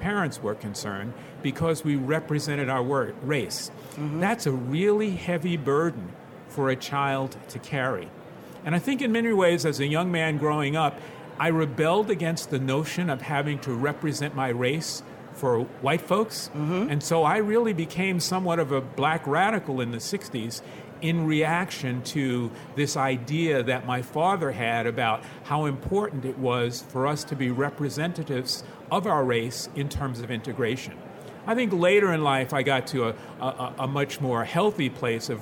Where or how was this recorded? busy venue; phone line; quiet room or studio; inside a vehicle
busy venue